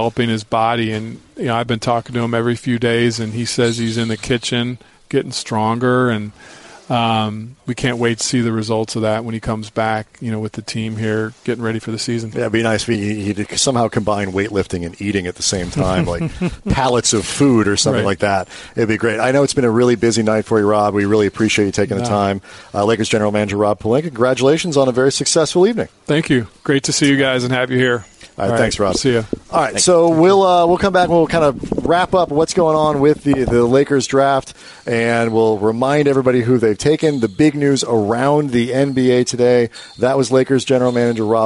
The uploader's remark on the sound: Live from the UCLA Health Training Center as the Lakers wrap up the 2018 NBA Draft.